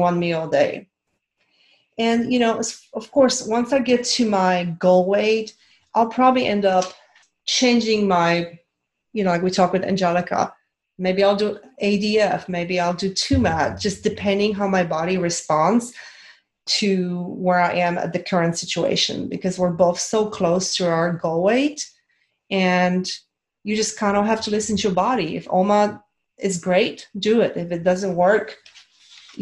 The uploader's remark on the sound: This is a replay from a zoom call